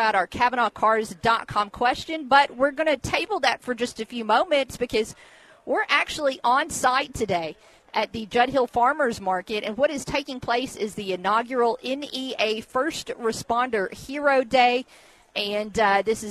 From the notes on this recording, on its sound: live from the Inaugural First Responder Hero Day at the Judd-Hill Farmers Market